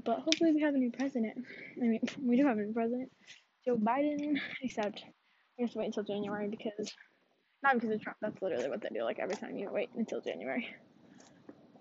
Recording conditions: poor microphone